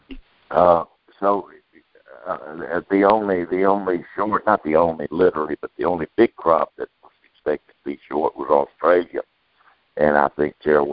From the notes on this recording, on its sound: Monthly Conference Call On Cotton.